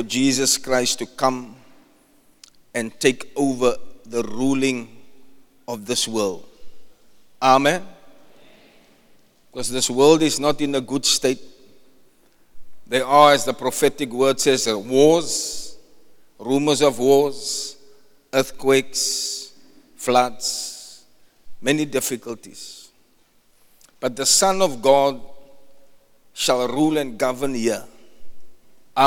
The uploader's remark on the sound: Preached at the Zion Sanctuary, Cape Town